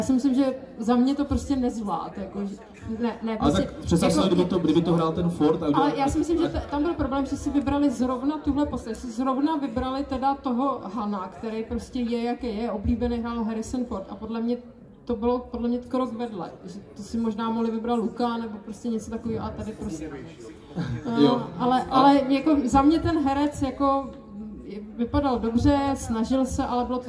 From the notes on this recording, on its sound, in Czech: který proběhnul před živým publikem na KoprConu 2022